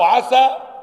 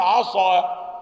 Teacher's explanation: أو عسى إذا فخم السين عصى